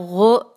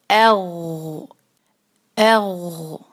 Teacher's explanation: تو یہ غ کی آواز آدھے سیکنڈ کے لیے جاری رہتی ہے · Shown in: second take · اور اس کے بعد ہم فوراً سے اگلے حرف کو ادا کرتے ہیں جس سے یہ صحیح ادا ہوتا ہے اور اس پر کلکلا نہیں ہوتا.